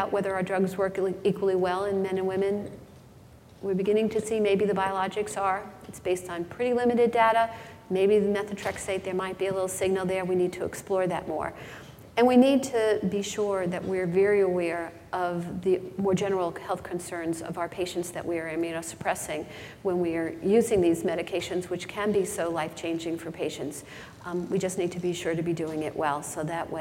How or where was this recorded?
live audience